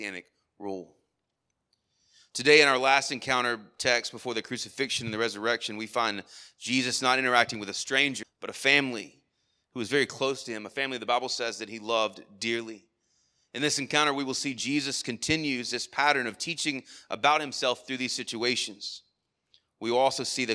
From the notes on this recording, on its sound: Sermon Audio from our Worship service